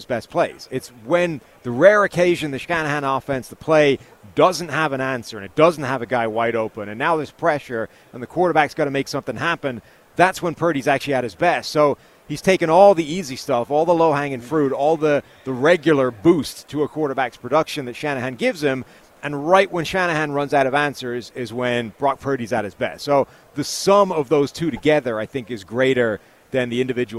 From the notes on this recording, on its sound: LIVE FROM RADIO ROW